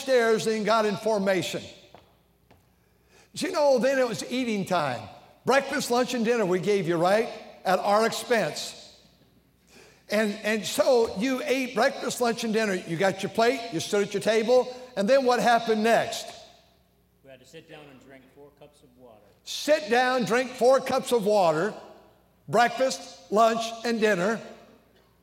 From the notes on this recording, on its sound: during the Sunday Morning service on May 14, 2023, at North Valley Baptist Church in Santa Clara, California